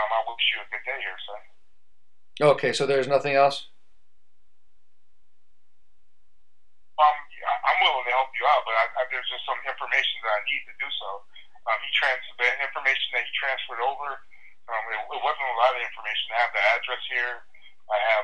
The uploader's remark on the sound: Recorded Phone Call from Unwanted Solicitor "Mortgage Company". This company kept calling tonight, so I decided to record them as well and see what it is they were offering.